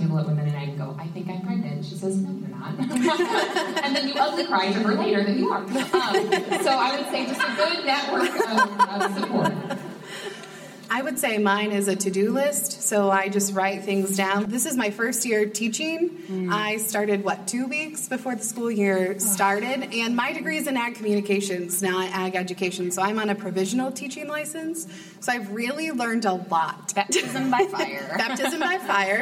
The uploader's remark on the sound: Live at Women in Ag!